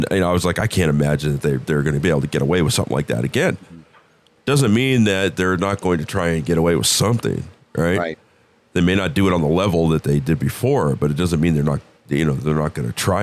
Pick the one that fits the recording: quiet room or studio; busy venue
busy venue